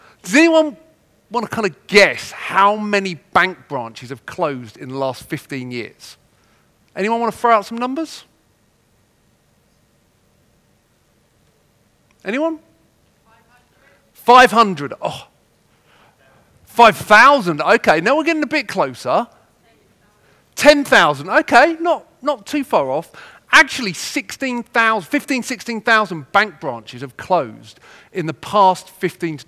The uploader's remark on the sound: Elite Business’ live event on March 10